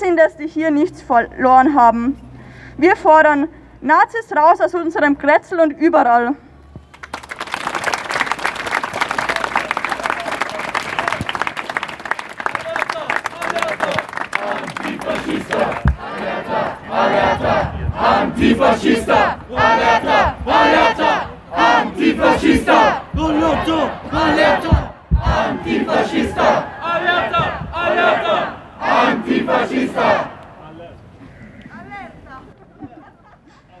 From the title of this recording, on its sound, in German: Aufzeichnung einer Kundgebung am 14. September 2022 in Wien 2